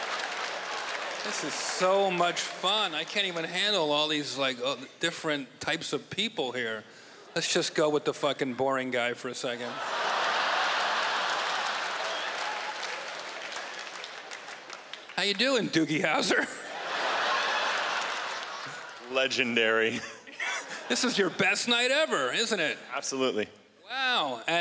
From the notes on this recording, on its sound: stand up from the Just For Laughs Festival in 2015